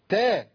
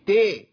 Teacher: انت عملت اماله اماله حركه الحرف ما تنفع خالص · Shown in: first take · Term: التاء المفتوحه